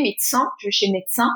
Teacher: On a euh, déjà parlé de mes deux donc j'entends bien le D, euh, le son de quand euh, je le prononce tout seul, mais quand je le dis très très vite, eh bien, je ne vais plus entendre un D, mais plutôt un T